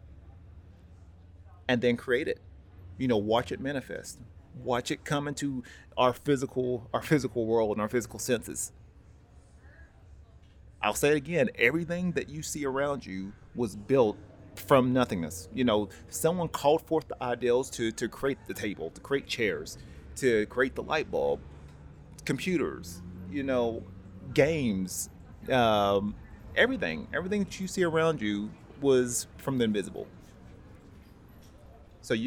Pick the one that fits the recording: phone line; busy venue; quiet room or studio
busy venue